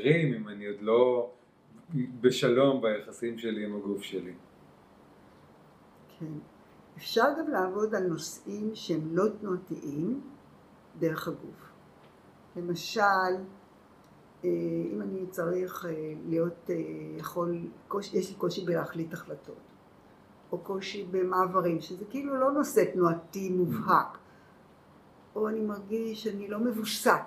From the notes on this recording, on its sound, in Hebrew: אנו מתנצלים מראש על איכות הסאונד אבל יש לנו סיבה מוצדקת לכך :) עקב מצב הקורונה נאלצנו להרחיק את המיקרופון לפתוח את החלונות ולהגביר את הווליום.